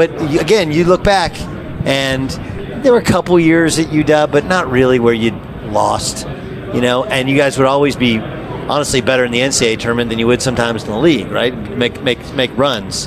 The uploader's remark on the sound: from the Western Coast Conference media day